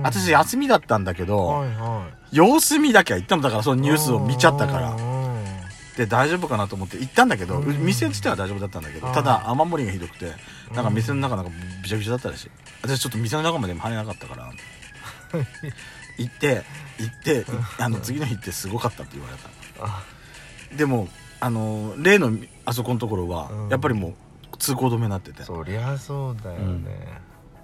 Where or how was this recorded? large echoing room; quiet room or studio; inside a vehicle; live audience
inside a vehicle